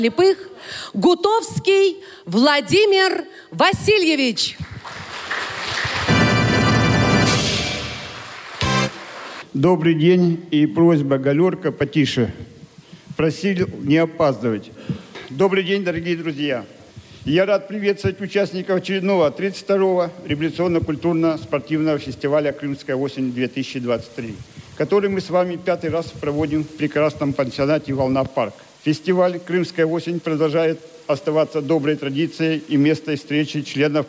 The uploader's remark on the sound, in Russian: Актуальный репортаж. Торжественное открытие фестиваля «Крымская осень 2023»